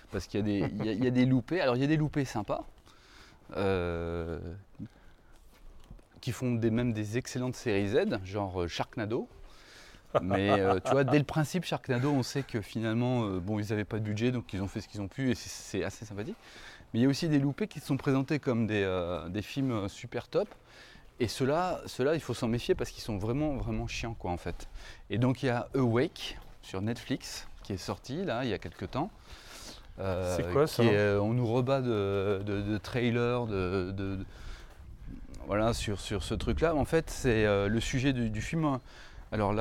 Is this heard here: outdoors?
yes